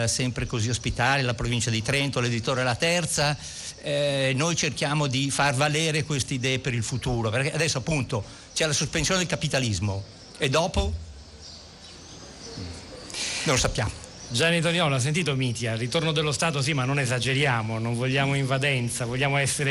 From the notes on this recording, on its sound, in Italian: Terza diretta dal Festival dell&#39;Economia di Trento.